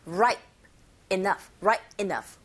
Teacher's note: 푸 사운드가 거의 안 들리죠. 약하게 발음합니다.